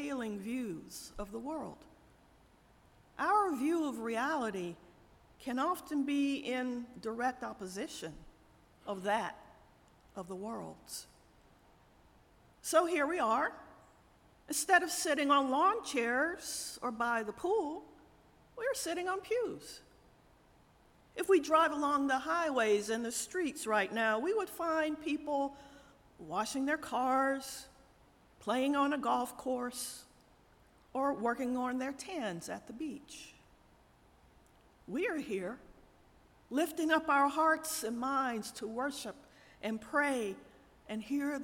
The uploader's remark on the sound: Audio from our 9:00 am Worship Service.